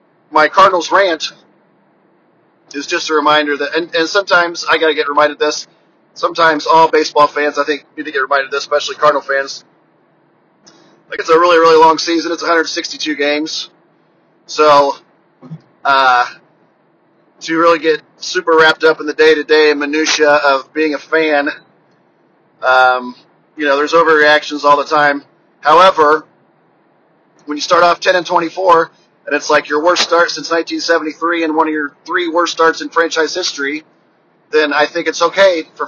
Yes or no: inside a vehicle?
yes